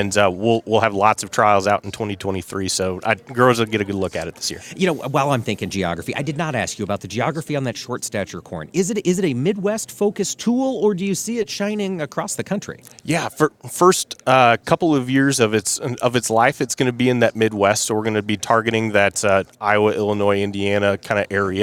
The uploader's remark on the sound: AOA was live from the National Association of Farm Broadcasters Annual Convention in Kansas CIty.